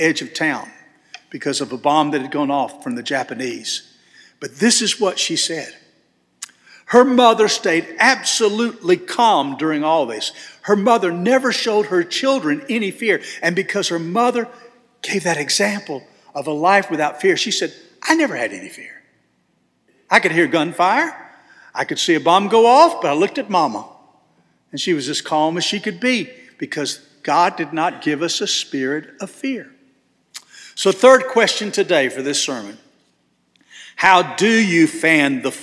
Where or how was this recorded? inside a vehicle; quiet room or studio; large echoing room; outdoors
large echoing room